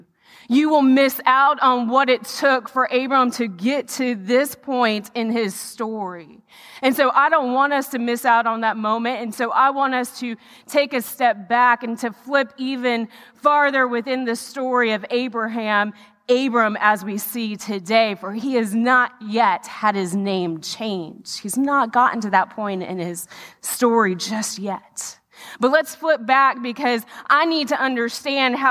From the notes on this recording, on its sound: The message recorded live at Covenant.